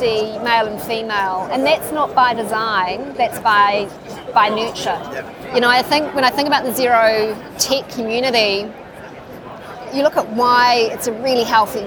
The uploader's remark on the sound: Live from Xerocon